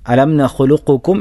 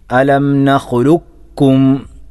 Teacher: ഖാഫിനെ ഉച്ചരിക്കാതെ കാഫിന് ശബ്ദ കൂട്ടി ഉച്ചരിക്കുന്ന രീതിയാണ് ഇവിടെയുമുള്ളത് · Shown in: second take · അലം നഖുലുക്കും എന്ന രൂപത്തിലാണ് ഓതേണ്ടത്. · Term: ഇദ്ഗാം